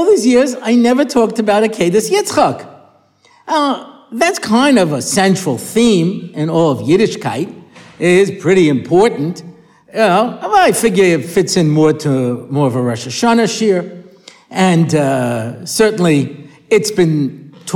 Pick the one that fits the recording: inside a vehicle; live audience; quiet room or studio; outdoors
live audience